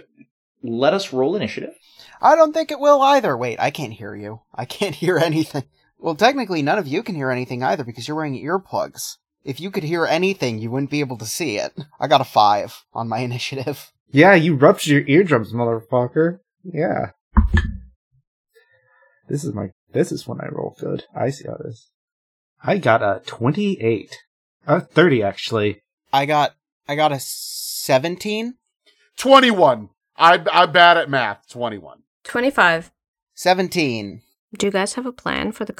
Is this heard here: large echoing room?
no